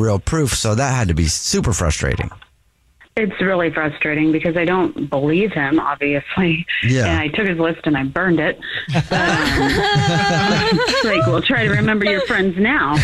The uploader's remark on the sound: is on the phone